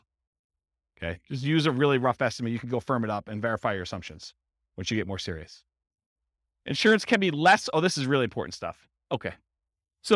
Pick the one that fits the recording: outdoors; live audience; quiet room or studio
live audience